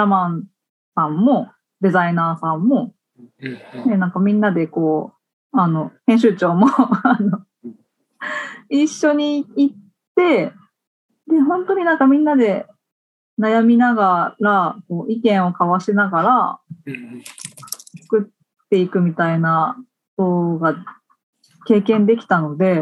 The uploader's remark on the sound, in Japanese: みんなでつくる中国山地百年会議 の会員限定で開かれる 市 （オンライン交流会）での公開収録。